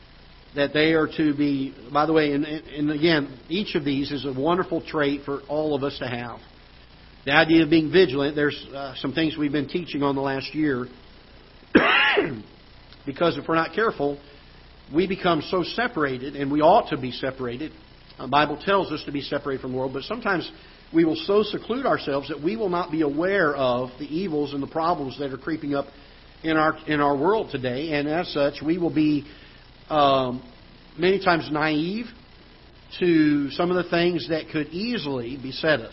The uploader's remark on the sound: Ketha Heights Baptist Church ~ Live Broadcast